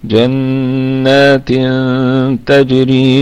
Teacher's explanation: آخر الكلمة كان تنوين، أتى بعد حرف التاء فحكمه إخفاء حقيقي بغنة، وتكون الغنة مرققة، وأيضا ستكون الغنة في الدرجة الثالثة من درجات الغنة.